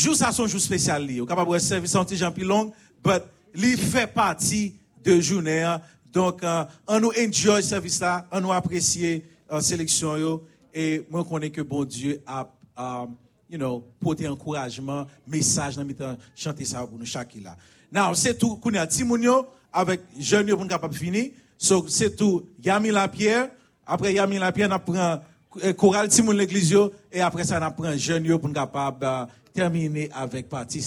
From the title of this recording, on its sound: Sunday Service Live